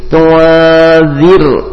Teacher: Maka di sini naam dibaca ikhfa. Tua, langsung senyum karena za huruf tipis